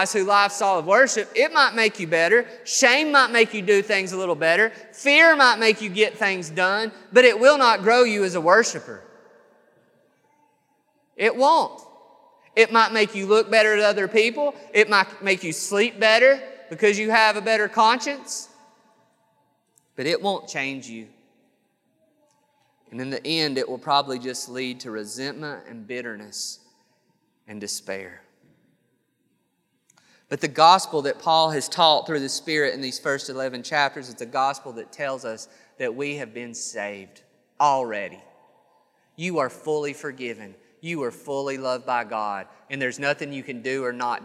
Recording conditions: large echoing room